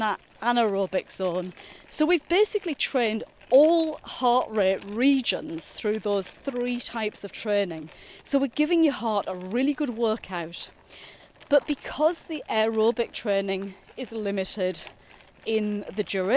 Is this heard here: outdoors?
yes